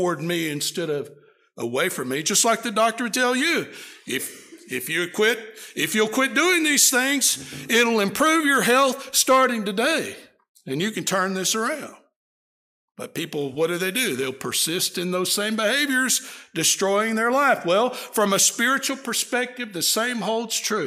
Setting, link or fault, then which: setting, large echoing room